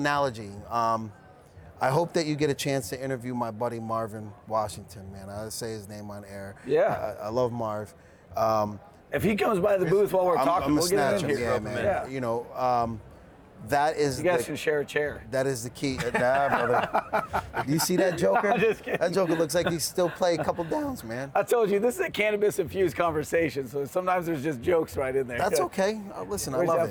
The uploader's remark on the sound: Live from New West Summit.